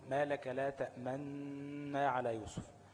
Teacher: مع الإشمام، يعني هتضم شفتك وأنت بتنطق النون كأنك هتجيب ضمة بس ما تظهرش في النطق